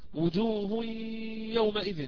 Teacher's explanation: أدغمنا نون التنوين هذه الساكنة، أدغمناها في الياء، ولكن بقي صفة التنوين، ما دام بقيت الصفة إدغام ناقص، يعني ما أدخلنا الصفة، · Term: إدغام بغنة